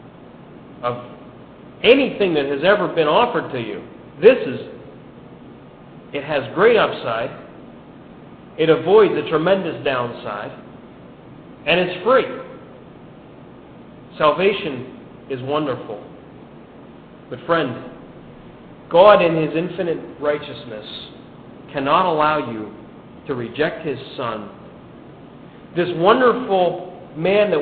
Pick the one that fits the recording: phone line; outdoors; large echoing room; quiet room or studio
large echoing room